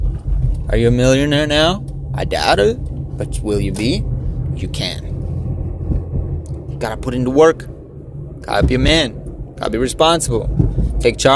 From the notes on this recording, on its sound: Strange thoughts while driving